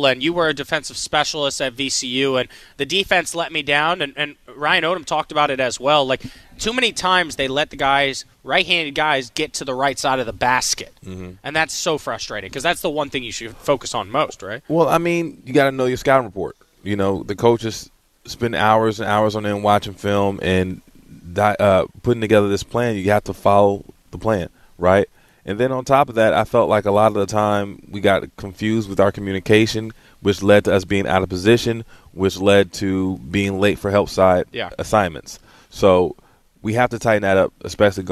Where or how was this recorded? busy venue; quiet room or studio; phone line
busy venue